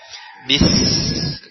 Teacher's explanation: Huruf sin adalah huruf hamas yang kita bisa rasakan keluarnya angin di depan mulut kita. Bis. Dengan bis, maka terasa angin yang keluar.